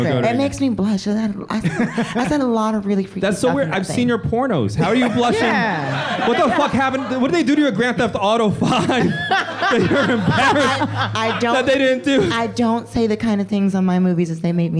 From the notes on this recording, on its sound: Enjoy our live show recorded in front of a fun, rowdy crowd at the Museum of Sex Play Lounge.